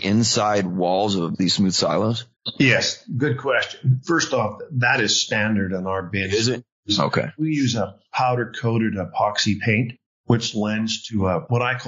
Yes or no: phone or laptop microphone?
no